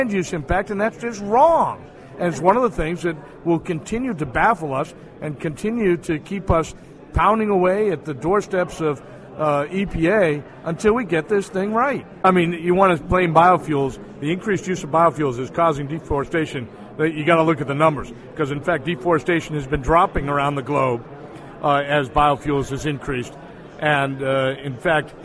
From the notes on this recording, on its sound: We hear some of what was being said about the new RFS2 rule at the recent national biodiesel and ethanol conferences.